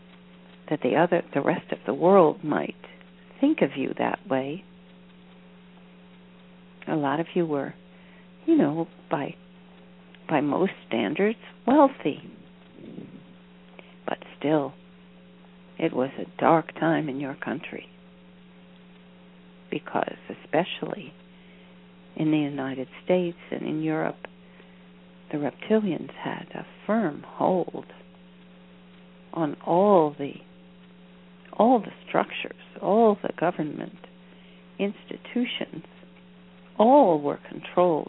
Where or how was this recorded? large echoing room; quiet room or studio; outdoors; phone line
phone line